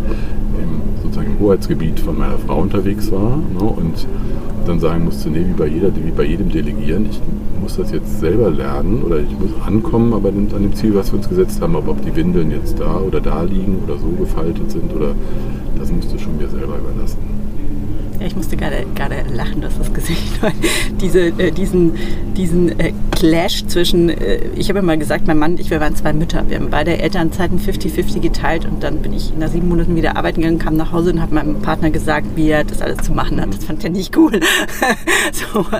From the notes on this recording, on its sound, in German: Live-Episode von der ZP Europe